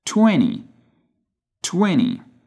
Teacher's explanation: Yeah, and it usually happens when combining the letter T next to the letter N, and the most common example for this is in the word 20, T-W-E-N-T-Y. Notice it is spelled N-T, but T after N is not pronounced.